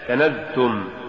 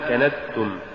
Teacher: ولولا جهر الزاي لصارت سينا · Shown in: first take